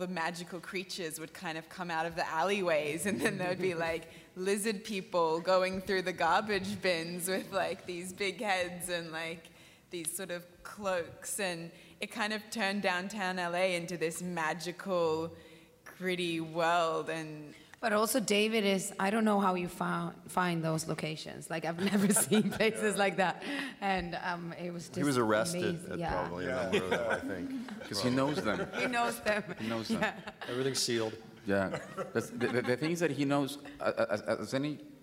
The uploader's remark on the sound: Press conference in Hall H at San Diego Comic-Con. An audio recording of the press conference.